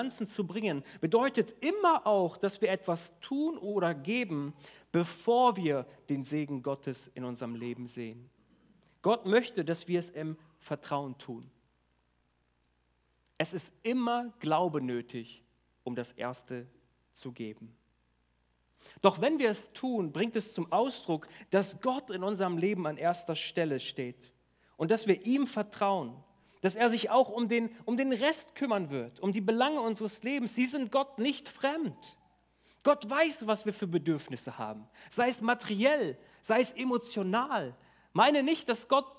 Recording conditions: large echoing room